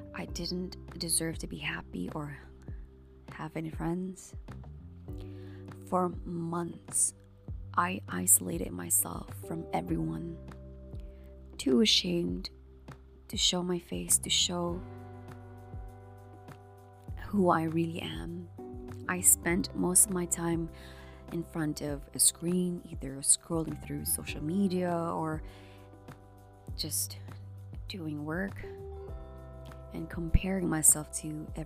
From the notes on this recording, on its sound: there's the sound of a fan whirring in the background - hope it won't be too distracting.